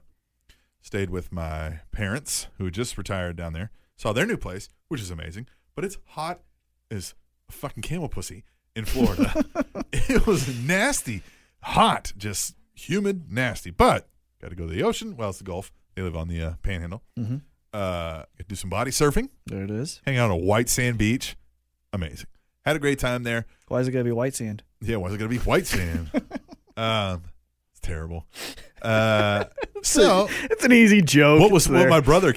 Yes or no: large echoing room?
no